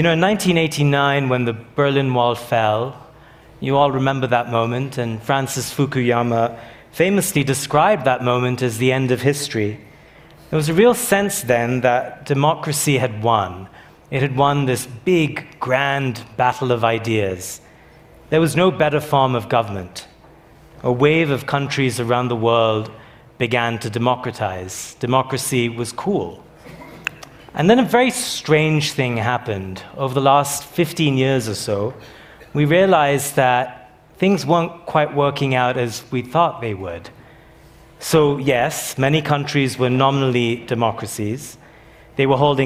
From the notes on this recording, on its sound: meet on stage at the 2023 Aspen Ideas Festival